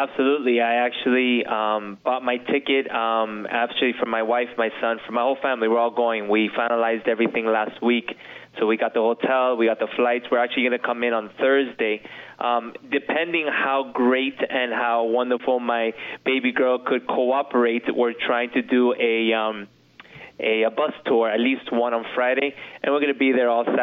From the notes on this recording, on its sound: Members from all different walks of life across the United States call in to discuss their investment experience.